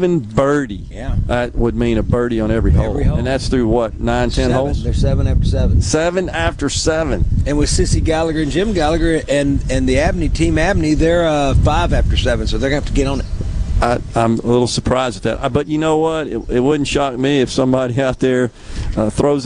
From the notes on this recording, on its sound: LIVE from The Delta Soul Golf Tournament in Greenville